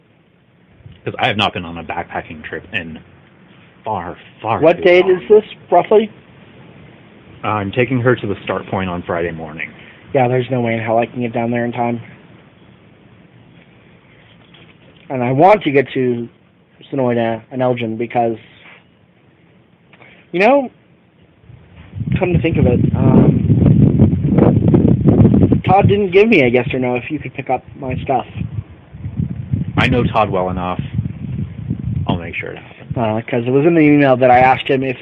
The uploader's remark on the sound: It was a super-windy day, so I apologize the audio isn't the greatest.